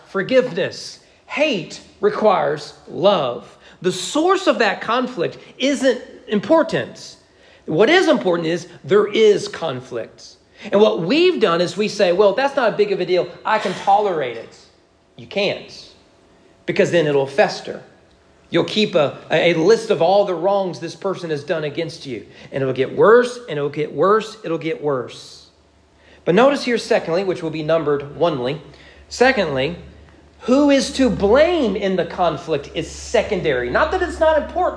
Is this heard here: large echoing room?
yes